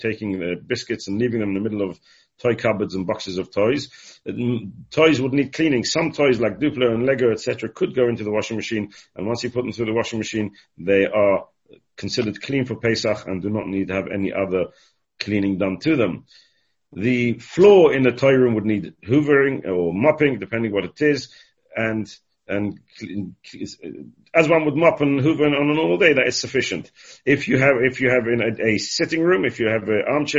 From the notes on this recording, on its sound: Delivered and recorded over Zoom.